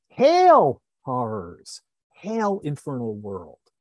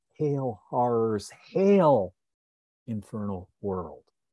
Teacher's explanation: that second hail is stronger than the first one · Shown in: second take · One reason that it's stronger is that part of our mind wants that first hail to be not emphasized.